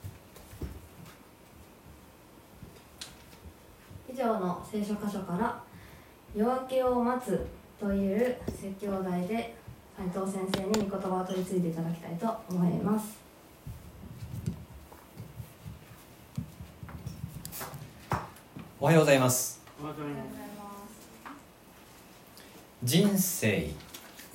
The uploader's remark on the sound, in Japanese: 2020/08/16吉備教会礼拝メッセージ録音